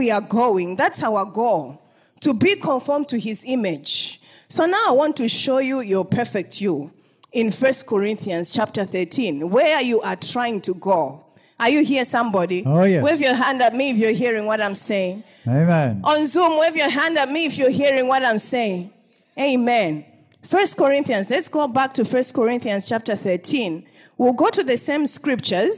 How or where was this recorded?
live audience